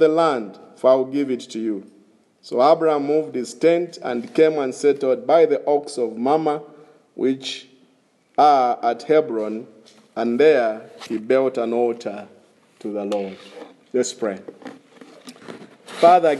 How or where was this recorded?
large echoing room